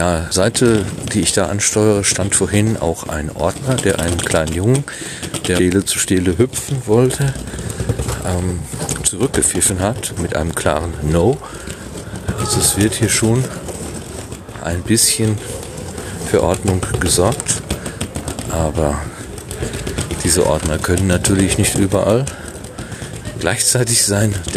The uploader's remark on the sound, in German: Stelenfeld Berlin. Und so besuchte ich kurzerhand das Denkmal für die ermordeten Juden Europas, das Feld aus über 2000 Betonstelen. Als Aufnahmegerät hatte ich nur mein Smartphone (mit orangefarbenem Windschutz) dabei. Das Gerät hat zwar ab und zu ein paar Silben verschluckt, aber das stört die “Live-Reportage” nicht weiter.